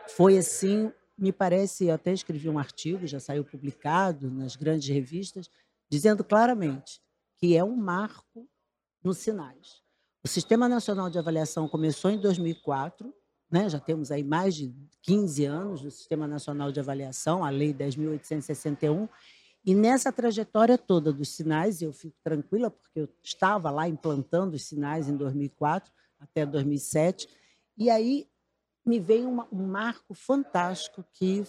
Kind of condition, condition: setting, busy venue